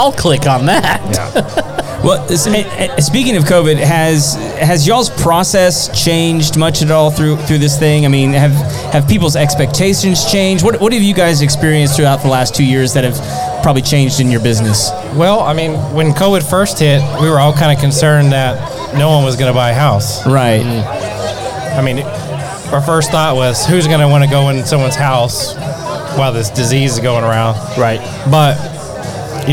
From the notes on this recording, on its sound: LIVE at Sawyer Park. At a live event in Spring TX.